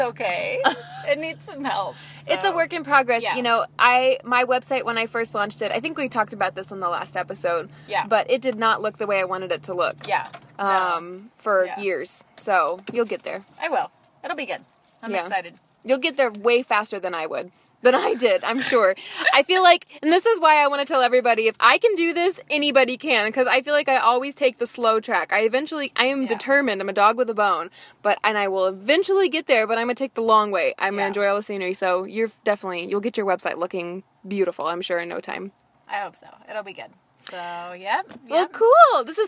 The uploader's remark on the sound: Wait, you’re in my car right now?